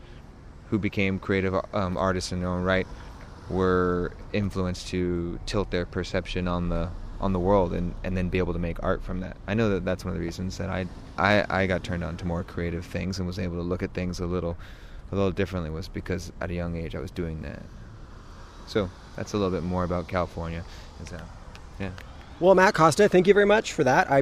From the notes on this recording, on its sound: When he visited Vancouver over this past summer. It was a beautiful summer evening outside the Biltmore and we chatted while watching people go about their evening routines. At one point, the interview was interrupted by three frisky dogs.